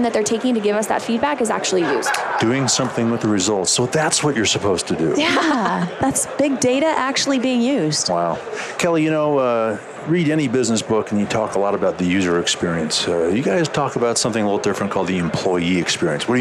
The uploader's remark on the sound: LIVE from Las Vegas, at #HRTechConf